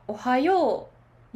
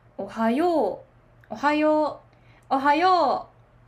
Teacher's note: 関西ではおはよう、ようが上がります